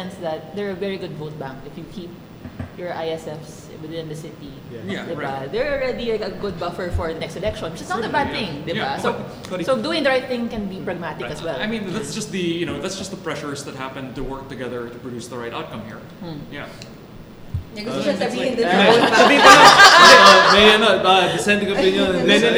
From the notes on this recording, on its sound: What do you get when you let loose a bunch of urban planners and development professionals with mics and alcohol at the Nipa Brew Taproom?